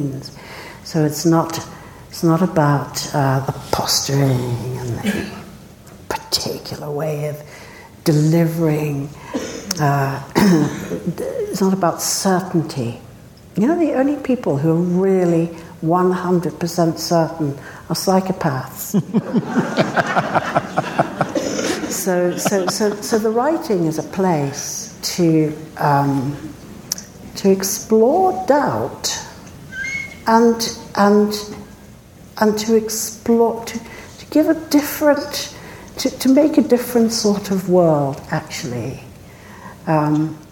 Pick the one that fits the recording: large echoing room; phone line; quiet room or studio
large echoing room